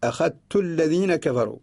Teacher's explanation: وكذلك ثم أخذت الذين الأصل أخذت الذين أدغم الذال في التاء تقول أخذت الذين كفروا فاتخذتموهم سخريا فاتخذتموهم الأصل اتخذتموهم هنا أدغمنا الذال في التاء في كلمة واحدة. · Term: إدغام